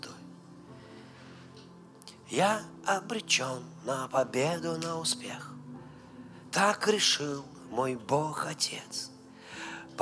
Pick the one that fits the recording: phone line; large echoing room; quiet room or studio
large echoing room